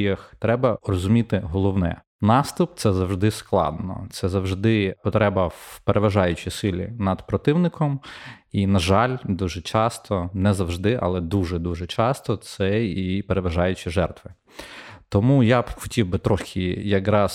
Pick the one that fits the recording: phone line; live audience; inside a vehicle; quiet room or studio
quiet room or studio